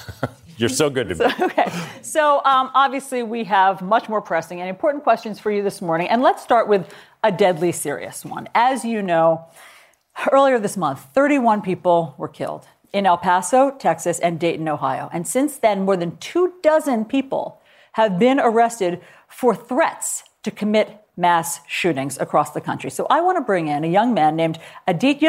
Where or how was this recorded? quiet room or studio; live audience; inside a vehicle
live audience